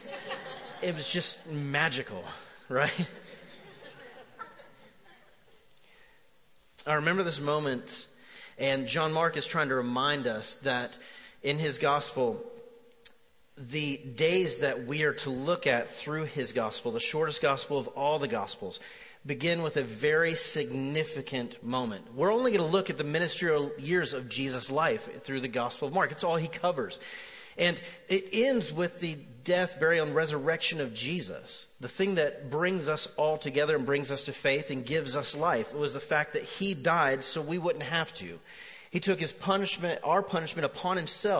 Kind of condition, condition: setting, live audience